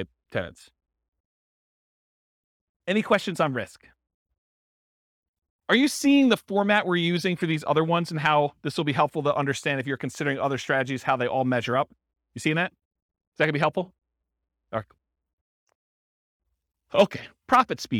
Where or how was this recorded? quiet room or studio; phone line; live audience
live audience